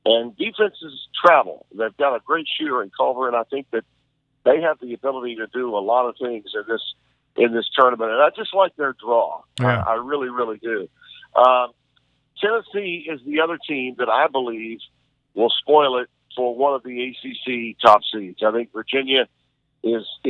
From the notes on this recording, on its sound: via phone